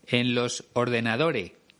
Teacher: en algunas palabras omite la S final. En vez de decir en los ordenadores, ella pronuncia en los ordenadores.